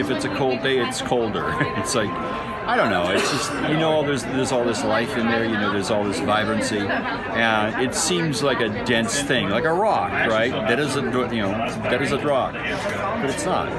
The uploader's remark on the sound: at the Heirloom Expo 2020